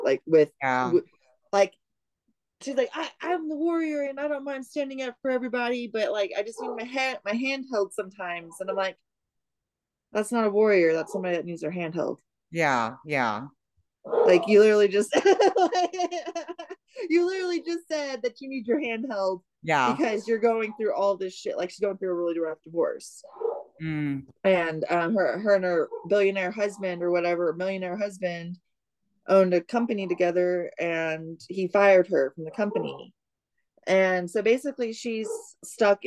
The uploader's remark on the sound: WIFI issues